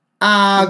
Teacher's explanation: So that's, you see how that mid tone is almost like a singing type tone, kind of melodious